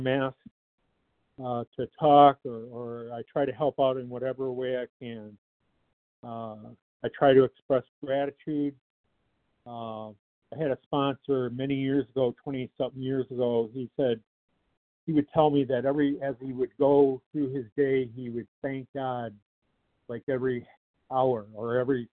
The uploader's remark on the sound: 100 Pounders Phone Meeting